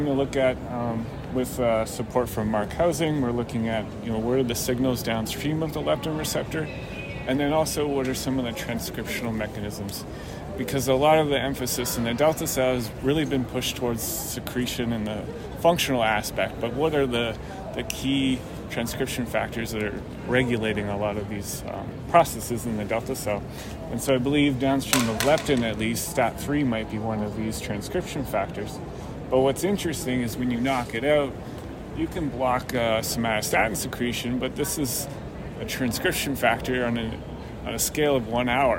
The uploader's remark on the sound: recorded during the ADA 2023 Conference